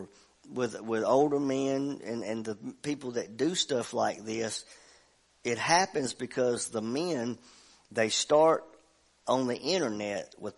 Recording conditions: large echoing room